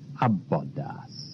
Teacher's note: Notice the difference between a double and a single consonant in Abbodas. The double B is distinctly longer than the single D. · Term: double consonant